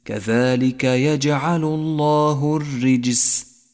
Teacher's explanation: المثال التالي، الراء المرققة في كلمة الرجس، كذلك يجعل الله الرجس، الراء مرققة لأنها مكسورة، بعدها حرف الجيم لون بالأزرق الفاتح إشارة إلى صفة القلقلة الرجس.